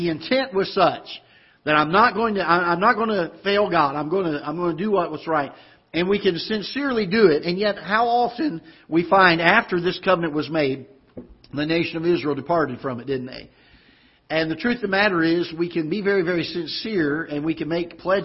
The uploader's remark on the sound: Ketha Heights Baptist Church ~ Live Broadcast